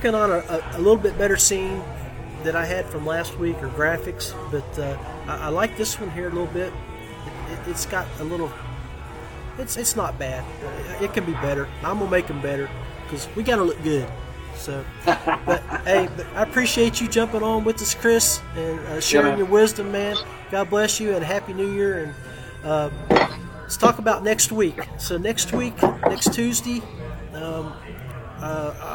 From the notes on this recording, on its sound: LIVE from the The Tractor Bar. Live and Unfiltered... LIVE from the The Tractor Bar.